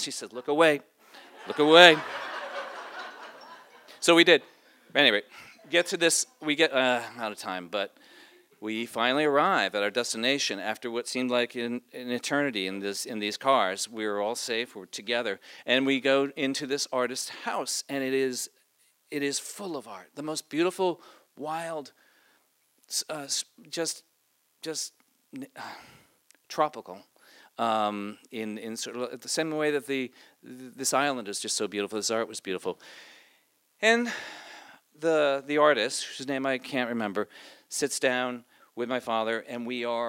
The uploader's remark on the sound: Recorded live in Wellfleet, Massachusetts at Preservation Hall on August 9, 2015.